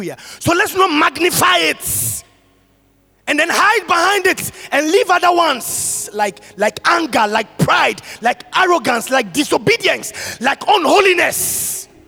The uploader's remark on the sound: Sermon preached at CBC Shiashie Campus on November 14, 2021